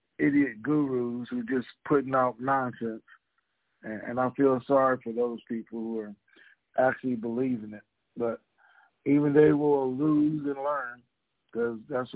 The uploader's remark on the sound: TNTSuperfantastic Conference Call